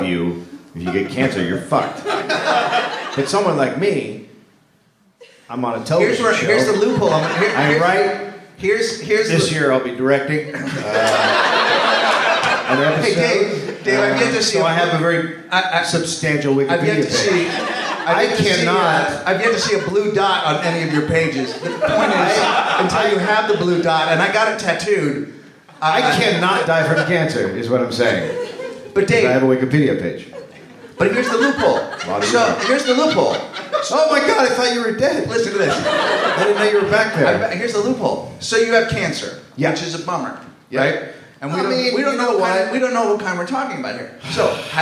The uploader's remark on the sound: live from SF Sketchfest